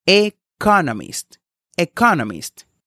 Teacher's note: Esta palabra tiene una nueva información, por lo que se enfatiza. Hay cuatro sílabas en economista, con el acento en la segunda sílaba.